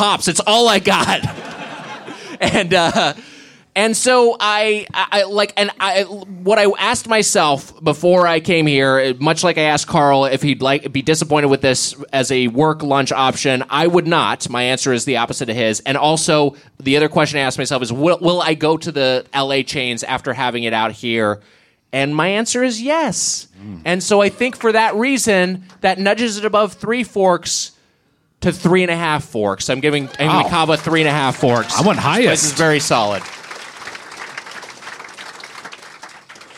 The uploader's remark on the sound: Recorded live at the DC Improv.